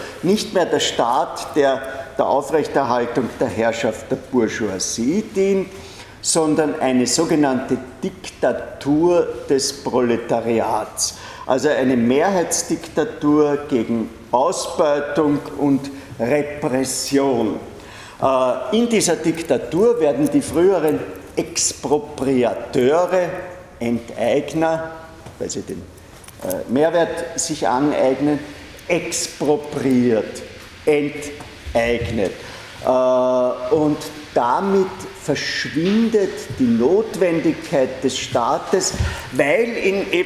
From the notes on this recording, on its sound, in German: Diese Vorlesung wurde von Studierenden aufgenommen